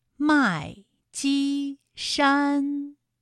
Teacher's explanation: 麦积山也是先四声，后面两个音都是一声